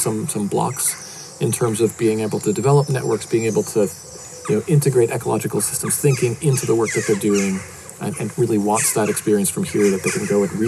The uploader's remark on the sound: Couldn't resist getting back out there to interview in person. Listen out for some ambient birds and insects as we record among the beautiful Dartington Hall estate.